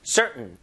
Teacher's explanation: 성문 폐쇄음이라 부르는데 T 발음이 완전히 죽어서 목구멍에서 응 이런 소리 나요